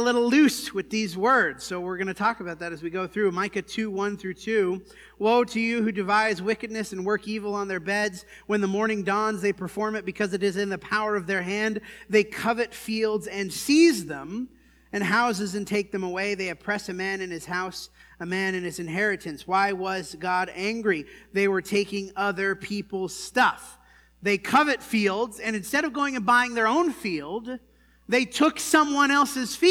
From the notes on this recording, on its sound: This sermon was preached at the Dewey Church